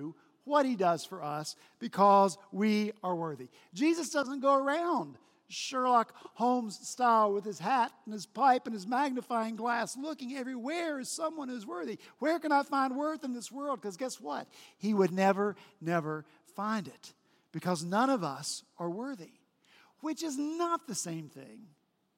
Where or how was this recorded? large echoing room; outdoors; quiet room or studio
large echoing room